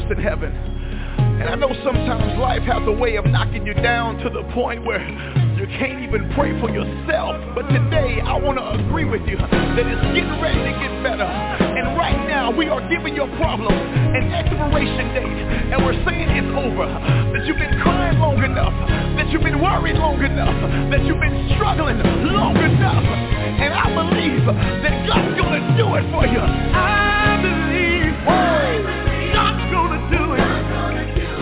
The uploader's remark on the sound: TNTSuperfantastic Conference Call.